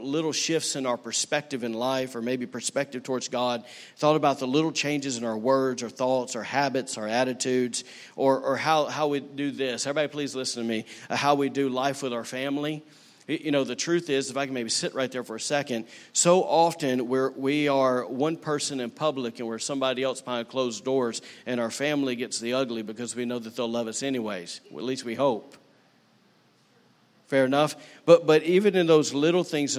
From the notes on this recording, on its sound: recorded on Sunday, September 23, 2018, during service at The Anchor Church in Rockport, Maine